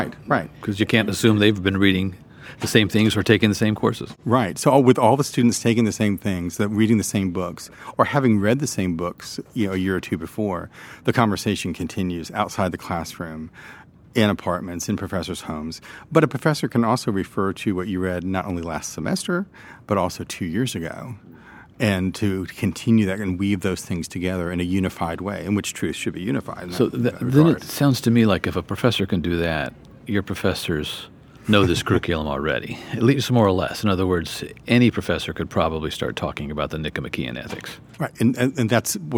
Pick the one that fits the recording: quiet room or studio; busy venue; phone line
busy venue